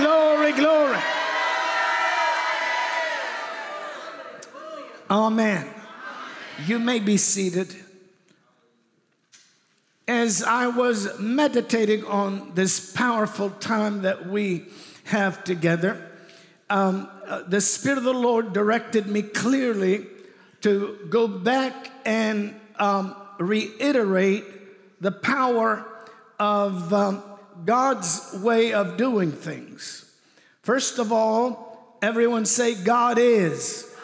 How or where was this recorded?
large echoing room